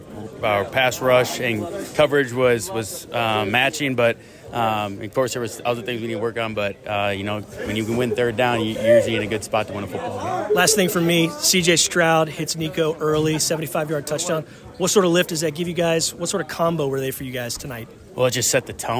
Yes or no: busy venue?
yes